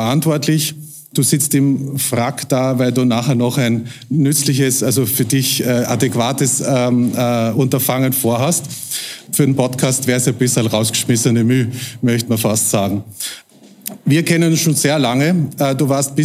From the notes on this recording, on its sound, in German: Die Folge entstand vor Livepublikum im Rahmen der "Langen Nacht der Podcasts" im Palais Eschenbach.